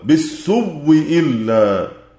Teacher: الإمام الشاطبي رضي الله عنه أخبر أن قانون والبزي زاد لهما وجه الإبدال في قوله تعالى بالسوء، هيبدلوا الهمزة واوا بالسوء، ثم يدغمان الواو في الواو بالسوء إلا، وهذا في حال الوصل فقط، أما إذا وقفا فإنهما يقفان على همزة محققة بالسوء.